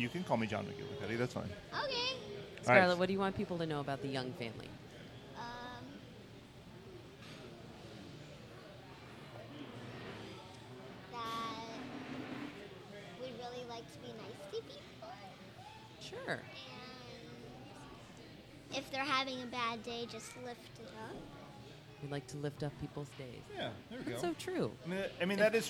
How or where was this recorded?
busy venue